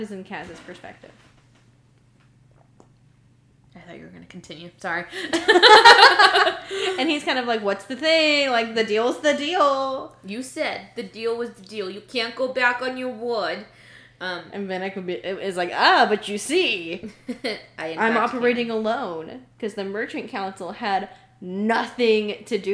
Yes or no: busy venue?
no